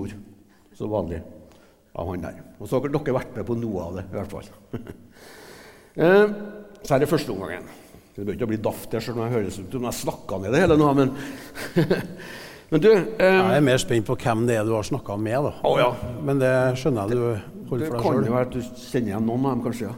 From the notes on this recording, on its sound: Portrettintervju LIVE. Hør opptak fra live-intervjuet på Adressahuset 17.